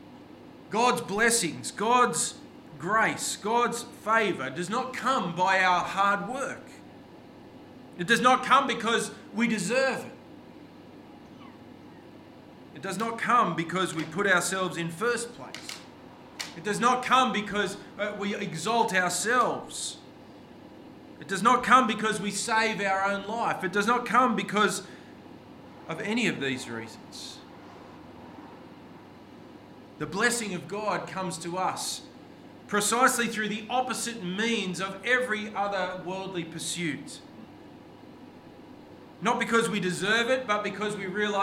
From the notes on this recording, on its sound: This sermon was preached on 2nd July 2023 at all services of Helensburgh and Stanwell Park Anglican Church.